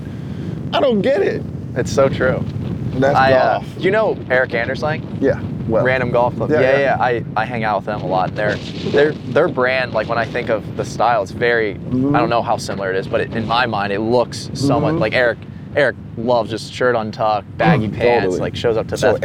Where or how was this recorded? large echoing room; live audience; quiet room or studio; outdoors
outdoors